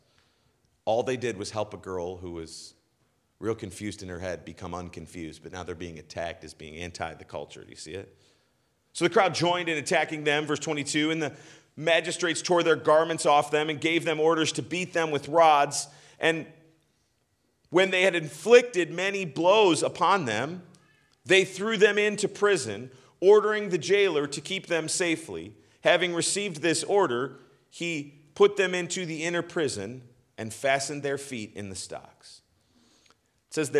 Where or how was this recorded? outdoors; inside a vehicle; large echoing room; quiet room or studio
large echoing room